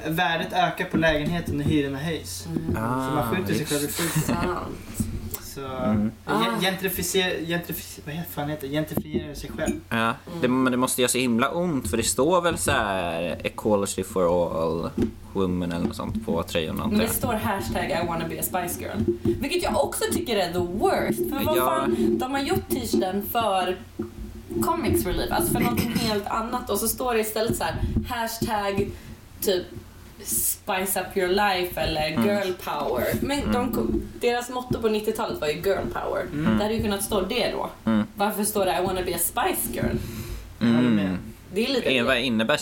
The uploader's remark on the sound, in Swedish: Tyvärr råkade vi ovetandes spela in avsnittet på ett knarrande bord vilket vi inte hörde under inspelningen.